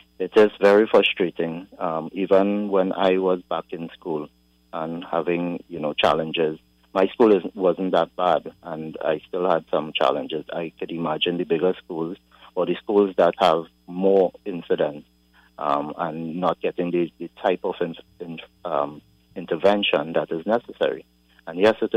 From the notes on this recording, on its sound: During this hour we take calls from our audience